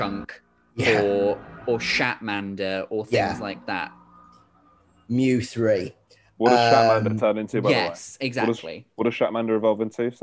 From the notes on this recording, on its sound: a podcast recorded over zoom